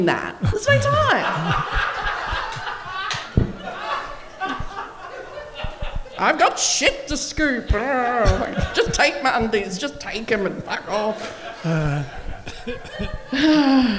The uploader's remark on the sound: Live from the Rhino Room in Adelaide. A small but enthusiastic group.